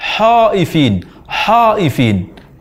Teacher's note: mengucapkan huruf kha dari posisi huruf ha. Namun huruf ha dibaca dengan tafkhim dan juga tidak tepat.